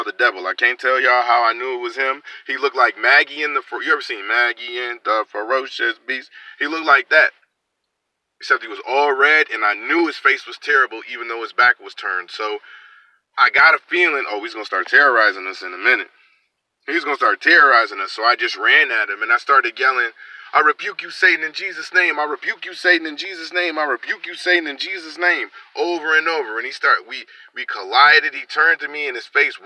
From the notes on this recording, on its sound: Attempts to record a whole project in his car while documenting the process. The small town of Jackson, Michigan.